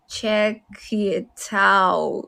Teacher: チェックの後半部分のこのクに当たる音には母音がないんですよ · Term: くっついちゃう